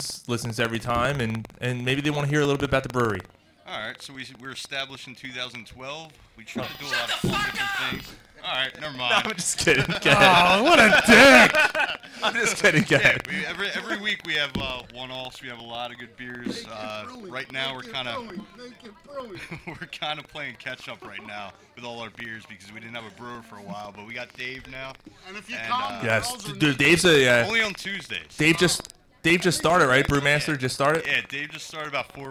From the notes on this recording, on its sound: The gang is live from Naked Brewing Company.